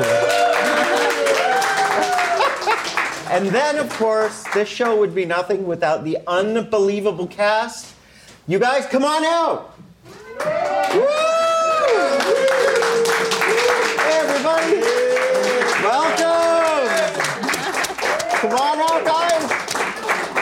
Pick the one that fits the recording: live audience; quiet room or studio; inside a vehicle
live audience